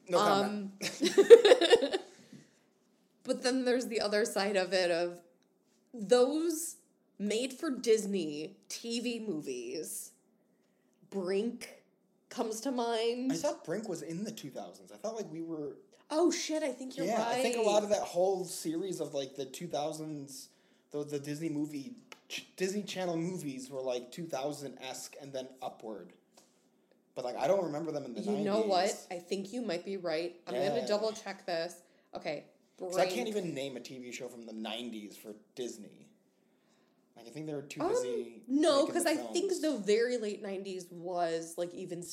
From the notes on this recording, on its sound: The audio may be a little wonky.